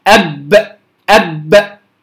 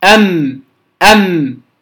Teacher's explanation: الباء أقرب إلى الداخل والميم أقرب إلى الخارج، تمام؟ وكما قلنا الباء بالانطباق الشديد والميم بالانطباق الخفيف.